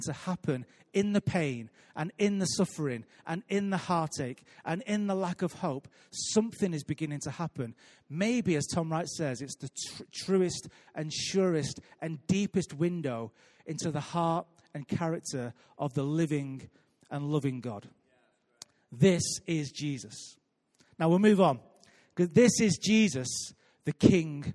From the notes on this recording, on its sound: Recorded live at Life Church on Friday 30th March 2018.